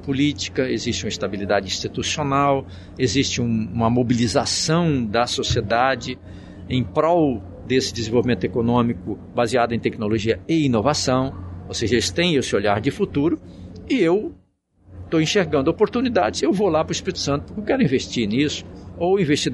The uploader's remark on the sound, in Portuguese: Episódio gravado no evento "SEBRAE/ESX - ESPÍRITO SANTO INNOVATION EXPERIENCE".